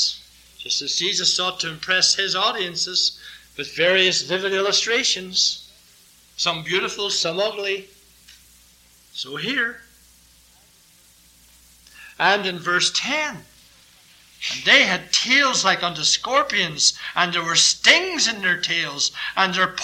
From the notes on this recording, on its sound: This sermon was preached during the evening sermon